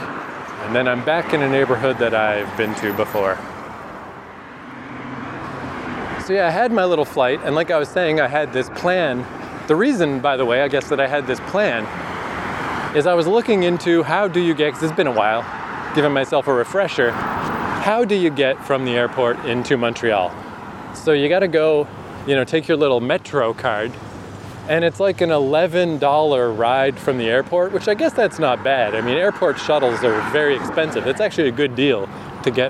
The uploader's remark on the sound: Walking from the Montreal airport (is not a great idea).